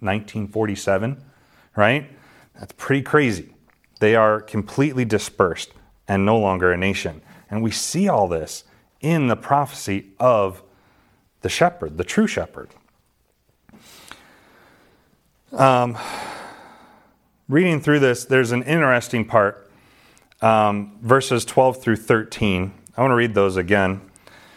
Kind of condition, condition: setting, large echoing room